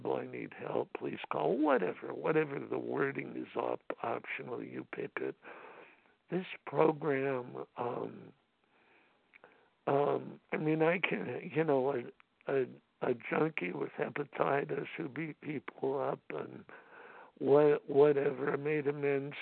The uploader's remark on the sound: from the 100 Pounders Phone Meeting, 8/27/23.